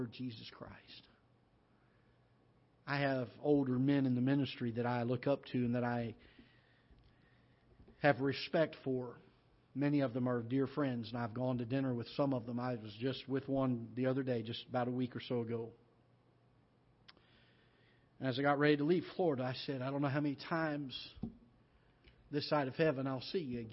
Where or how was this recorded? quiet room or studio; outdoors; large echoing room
large echoing room